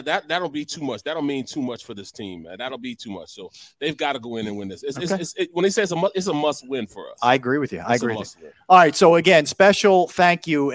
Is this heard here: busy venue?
yes